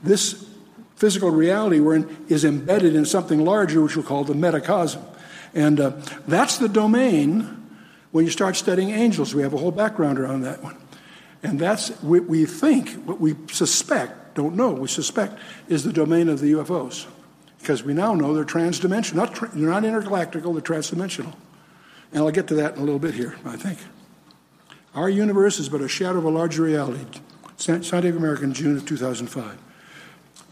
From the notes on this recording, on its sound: Spoke at Calvary South Denver in Littleton Colorado.